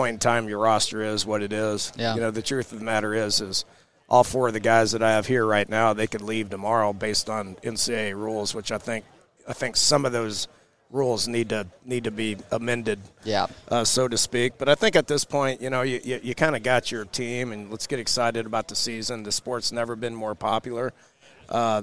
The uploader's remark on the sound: from Big 12 media days at AT&T Stadium in Arlington, TX